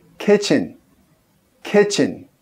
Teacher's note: O som do i é aquele i bem e, e, não é i, e.